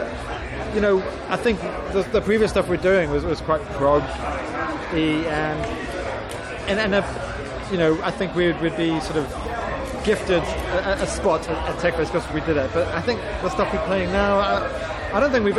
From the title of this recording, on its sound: TURS at Download Festival 2022